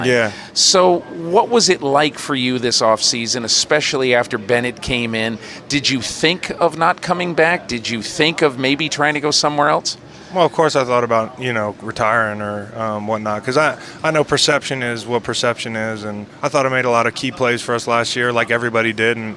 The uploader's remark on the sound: Live from Opening Night. A live game podcast--from the parking lot, the field, the press box and the locker rooms.